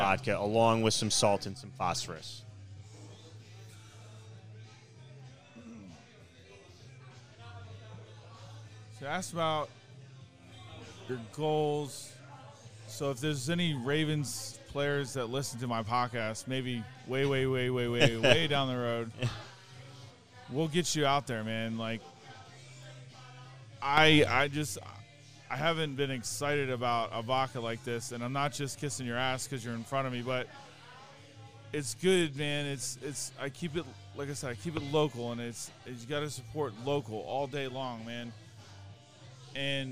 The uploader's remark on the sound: Live from The Acme Bar and Grill in Annapolis!